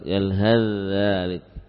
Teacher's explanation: Yalhal, tidak ada lagi hams yang terdengar, betul-betul murni huruf dzal. Fa dan dzal dijadikan satu huruf yaitu dzal sukun bertasydid, dibaca dengan sekali mengangkat · Term: idgham al-mutajanisain